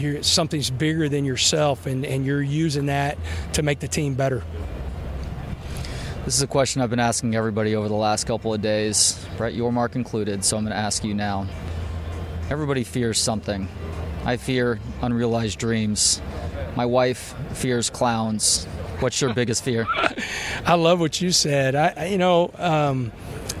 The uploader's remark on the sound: from Big 12 Media Days at AT&T Stadium in Arlington.